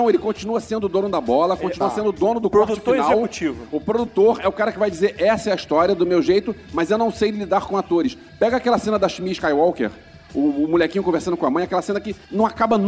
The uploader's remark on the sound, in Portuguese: Ao Vivo na Jedicon 2017